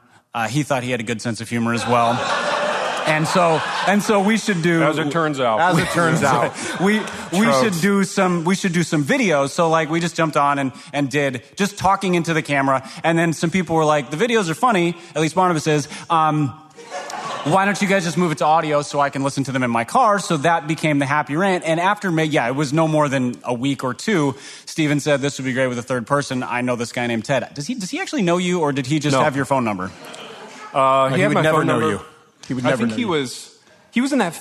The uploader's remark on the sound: LIVE IN LOUISVILLE. Gathered with 80 of their closest friends for sheet cake, coffee, and decadence.